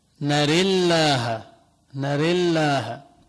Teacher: بدل أن يقول نارا يقول ناري، هذه قراءة من القراءات الصحيحة عند السوسي في أحد الوجهين، هذه يقال لها إمالة كبرى